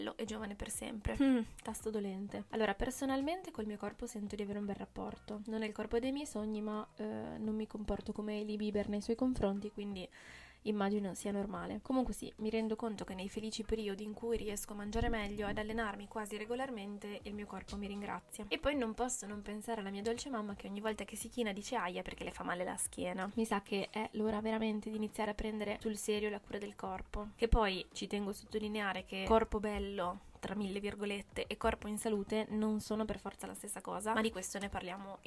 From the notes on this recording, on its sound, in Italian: registrata con il mal di gola e troppo caffè in circolo (si sente il ticchettio delle unghie sul tavolo mentre parlo?